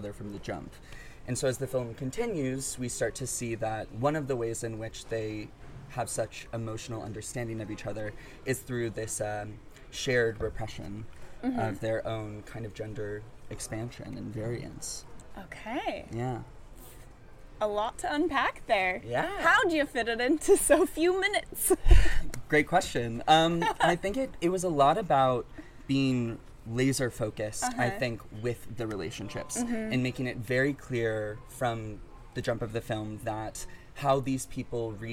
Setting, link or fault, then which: setting, busy venue